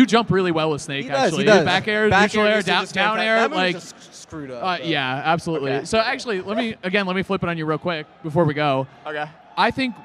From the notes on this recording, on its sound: LIVE AT BATTLE OF BC 5. Our live episode from Battle of BC.